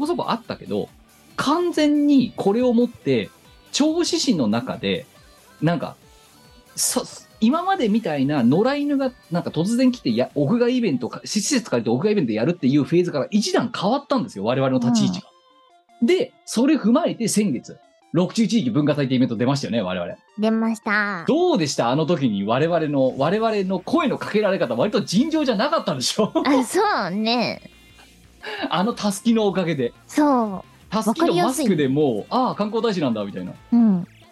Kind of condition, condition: link, video call